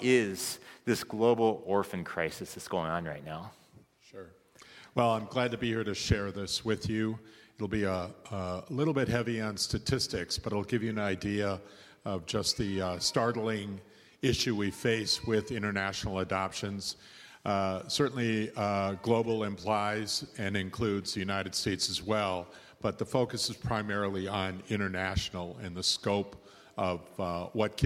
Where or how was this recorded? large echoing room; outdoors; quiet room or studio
large echoing room